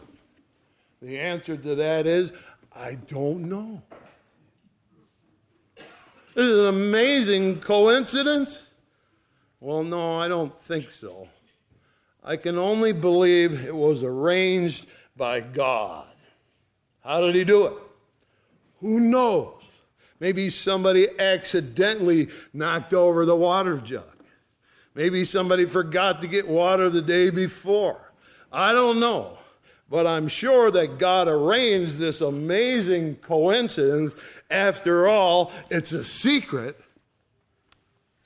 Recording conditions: large echoing room